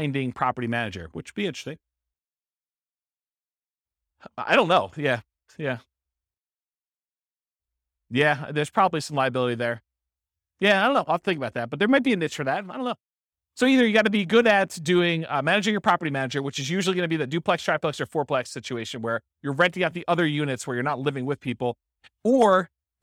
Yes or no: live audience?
yes